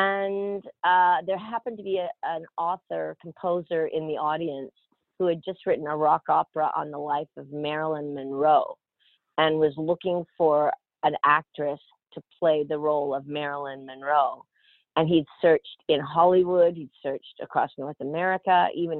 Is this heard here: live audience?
no